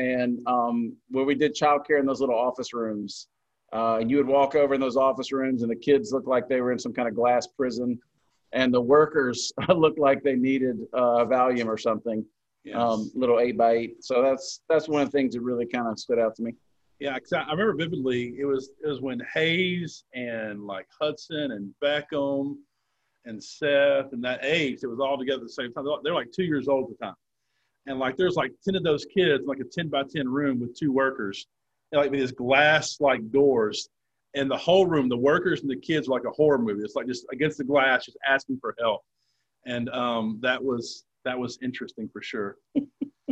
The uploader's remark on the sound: In this session on Zoom